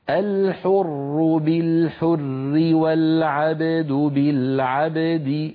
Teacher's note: إذن إن وقفنا نقول الحر بالحر، ولو وصلنا نرقق لأن الراء ستكسر